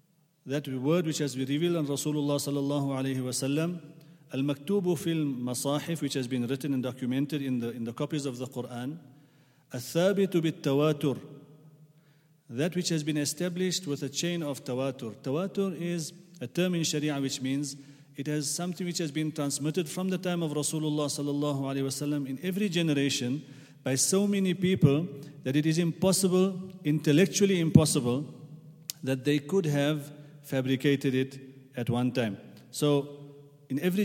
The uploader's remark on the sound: at the Houghton Masjid (West Street)